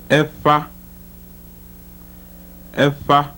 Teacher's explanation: the voiceless bilabial fricative